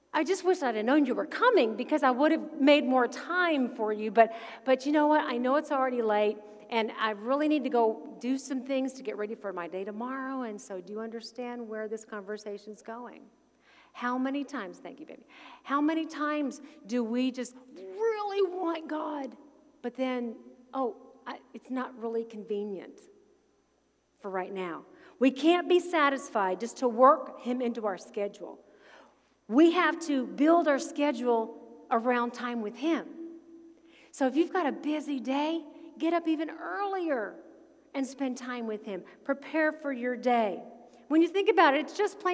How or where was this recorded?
large echoing room